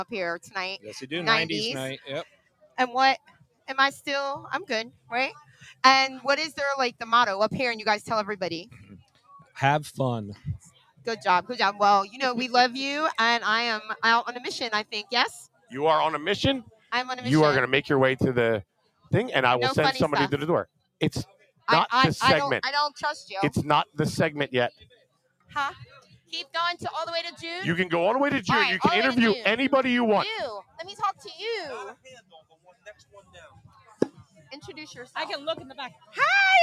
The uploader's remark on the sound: Tonight we come to you LIVE from the Paradise Club as we play a game.